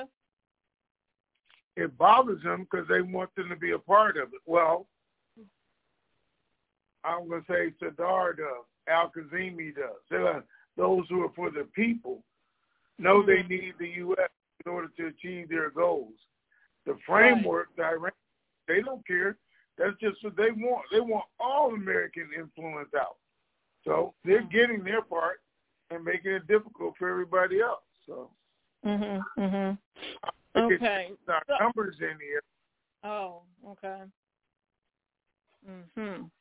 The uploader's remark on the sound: TNTSuperfantastic Conference Call